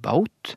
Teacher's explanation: lang a som blir til au i moderne islandsk